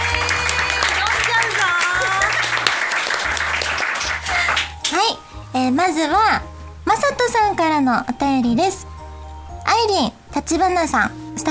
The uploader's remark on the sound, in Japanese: 約1年ぶりの公開収録です！